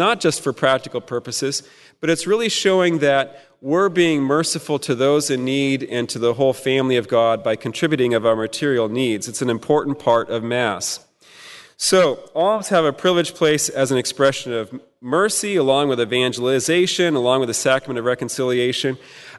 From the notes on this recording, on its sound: At the 2016 Fullness of Truth Conference. Held at Prince of Peace Catholic Church in Houston, Texas, from June 24–25, 2016.